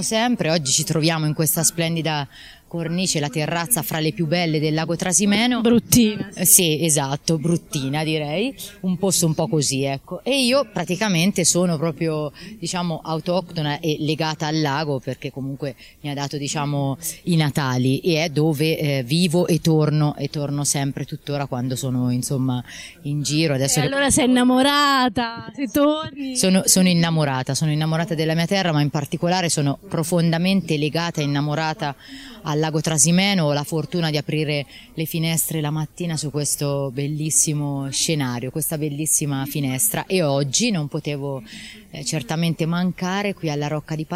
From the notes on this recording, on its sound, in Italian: Con i microfoni di RTN Radio siamo andati a Passignano s/T a visitare la manifestazione Cartoline dal Trasimeno, nella sua prima edizione e a Deruta, al Book Festival, una importante kermesse dedicata al mondo dei libri.